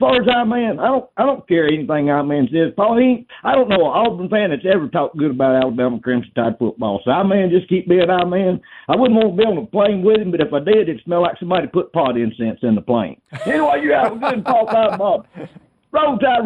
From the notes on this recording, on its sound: We continue taking your phone calls.